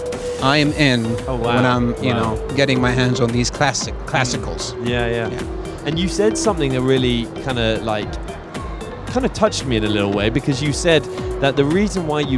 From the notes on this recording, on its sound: Live from SIBF 2023. Visitor at the SIBF.